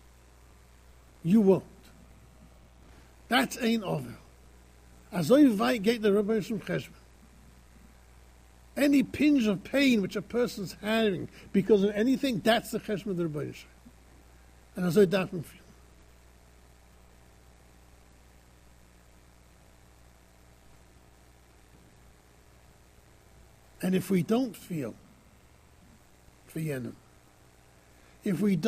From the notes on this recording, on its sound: Shiur recorded in Yeshivas Ohr Reuven, Monsey, NY.